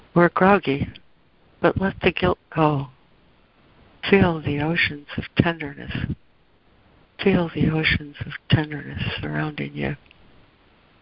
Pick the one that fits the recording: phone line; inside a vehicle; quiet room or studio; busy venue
phone line